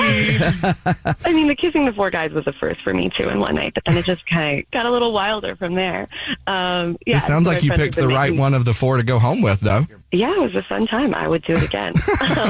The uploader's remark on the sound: There is one listener on the phone who does exactly that!